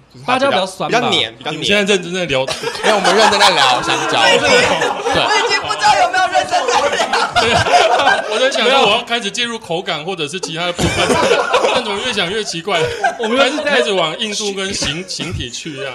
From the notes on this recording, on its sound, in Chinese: 這次的 Live Podcast 活動非常感謝咖哩逗陣贊助場地